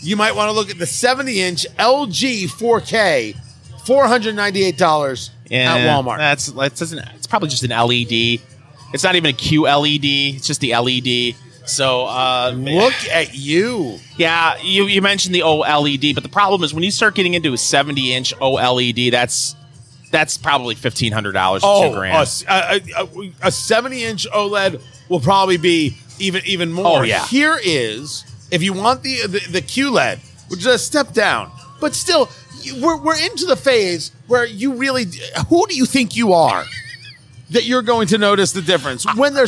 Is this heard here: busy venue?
yes